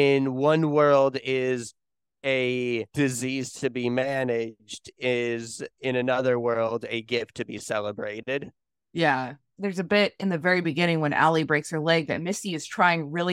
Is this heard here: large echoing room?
no